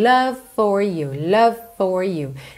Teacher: Lembra que love, a letra F final não é pronunciada. Então é como se a gente tivesse um V ligado num F.